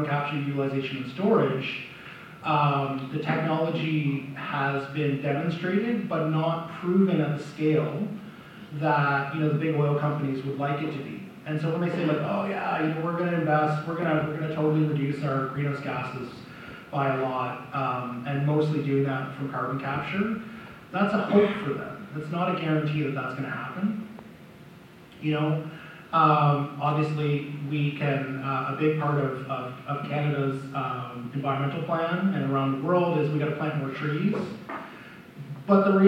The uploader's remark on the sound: Recording from the Parkland Institute's Fall 2022 Conference: Doing Democracy Better: Challenging the Politics of Fear and Resentment. At the University of Alberta. Q&A excerpt.